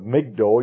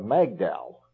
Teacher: There was a vocalic shift from I-type vowels to A-type vowels and O-type vowels to A-type. So instead of Migdol, you have Magdal in the later development of language.